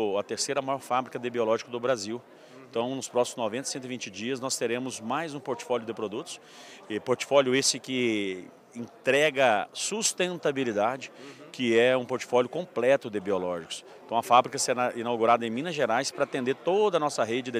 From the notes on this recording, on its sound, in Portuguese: Prosa gravada durante o ENCA 23, o celebrado Encontro Nacional das Cooperativas Agropecuárias, que está acontecendo aqui em Campinas.